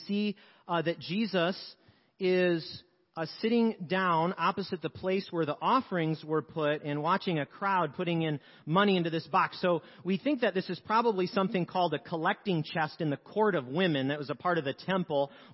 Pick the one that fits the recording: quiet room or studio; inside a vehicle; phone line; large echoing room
large echoing room